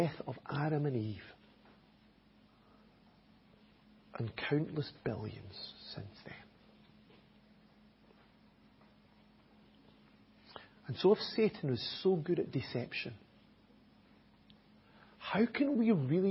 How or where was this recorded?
large echoing room